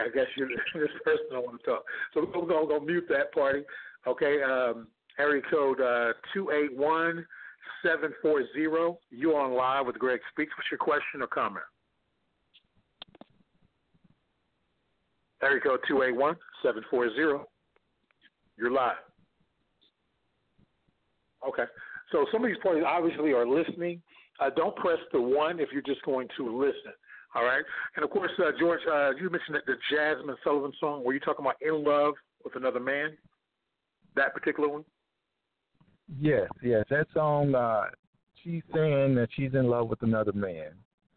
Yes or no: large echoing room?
no